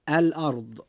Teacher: كلمة الأرض فيها حرف الراء جاء ساكنا وقد جاء ما قبله مفتوحا، فيجب أن تفخم الراء عند نطقنا لكلمة الأرض هكذا: الأرض.